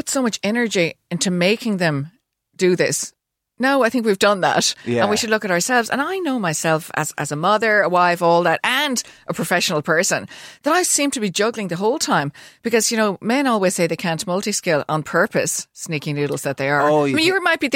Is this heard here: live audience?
no